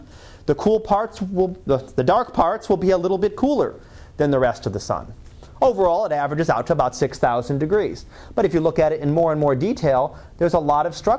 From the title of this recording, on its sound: Live Class Lecture